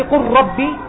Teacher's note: اللام قريبة من الراء في المخرج فادغم